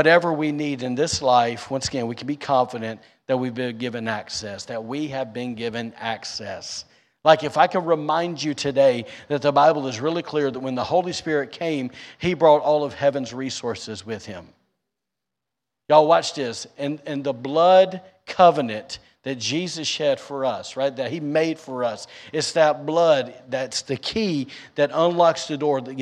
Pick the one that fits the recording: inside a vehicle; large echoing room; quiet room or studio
large echoing room